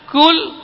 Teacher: Ini huruf hamas yang ada udara mengalir ketika mengucapkan ka.